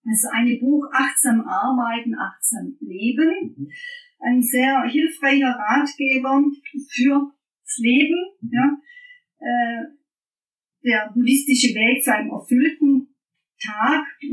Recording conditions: poor sound quality